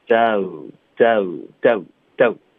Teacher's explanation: 它是一个双元音，要爆开，要撅嘴。down down downdown，多快都还是需要有这些基础的动作。结尾 n 的音，首先要顶上颚。OK，不能发动动 downdown。不一样，Why don'twe？后面呢，all 跟 we 之间呢，我们不会停顿呢，我们要连读，所以 we，你的 e 的音，接下来就直接张嘴，降舌进入一个 r 的音，那就会导致一个很轻的 y 的音，weare，weare，weare，有一个 y 的音会出现，不要刻意的发，给、okay，别